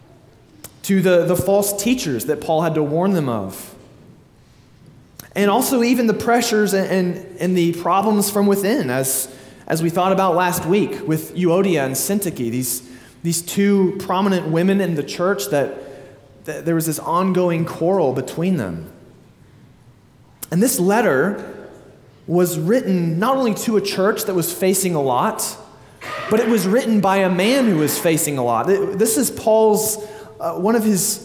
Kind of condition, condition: setting, large echoing room